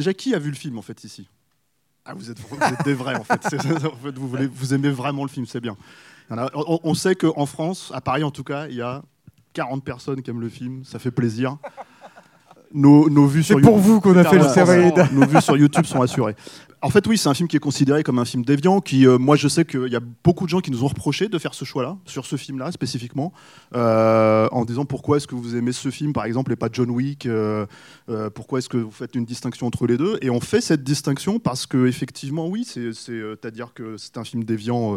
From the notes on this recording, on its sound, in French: La captation de cette courte présentation a eu lieu le 15 janvier 2022, lors de la LA SÉANCE CAPTURE MAG de BAD BOYS II au Club de l'étoile.